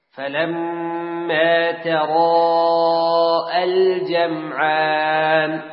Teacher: حذف حرف المد، منع التقاء الساكنين وصلا